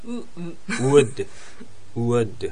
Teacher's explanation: 一番最初に口を尖らすウが来て、その後にウーが出てくるの。だから、ウッドなんですよ。ウッドなんだよ。ウッド。ウッド。これを、実は私は韓国で英語学習の番組を見てて、説明してたの。これ実は何です、踊れたかっていうと